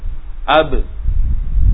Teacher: Misalnya kita sukun ab, kita ketemu, oh ternyata makhrajnya di syafatan, bibir, di kedua bibir dirapatkan. Kemudian ketika disukun muncul qalqalah.